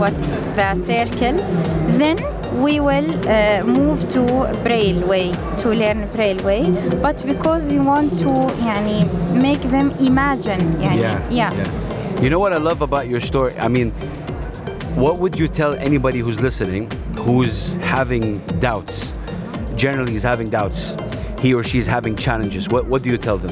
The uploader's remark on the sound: Live from SIBF 2023